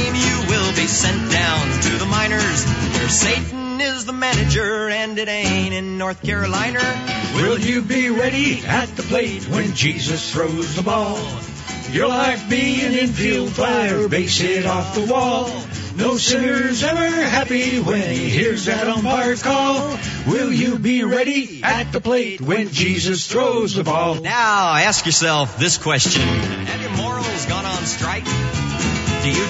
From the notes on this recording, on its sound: live from Farr's Field at the Antique Car Show